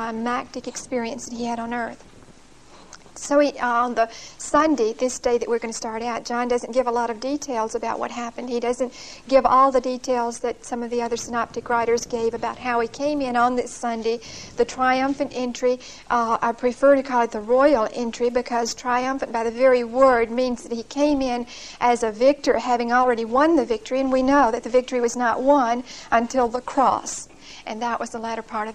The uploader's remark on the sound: Recorded 9/30/1975 at Whitesburg Baptist Church.